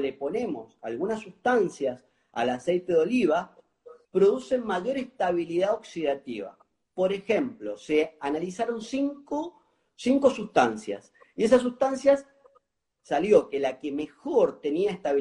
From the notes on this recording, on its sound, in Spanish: Audio de la charla en VIVO por Instagram